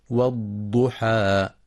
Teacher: ويراعى ترقيق الحاء فلا تتأثر بتفخيم الضاد · ينتبه القارئ لتفخيم الضاد المضمومة مع إعطائها صفة الاستطالة، ويخطئ من يقرأ والضحى بالضاء والضحى، والصواب إخراجها من مخرجها